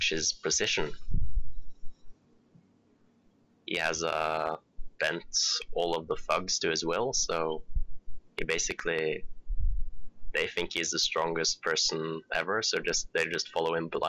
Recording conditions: distortion